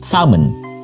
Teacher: they would traditionally pronounce that word as salmon without the L, but not the case with us especially those who are speaking English as a second language.